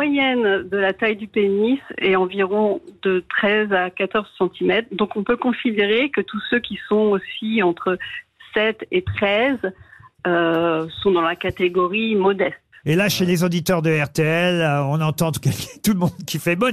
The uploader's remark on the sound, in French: au téléphone des Grosses Têtes